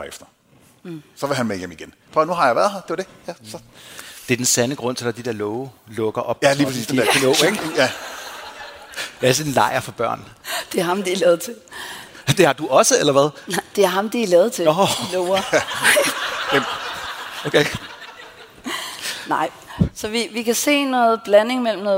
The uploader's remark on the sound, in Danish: Live fra Århus Musikhus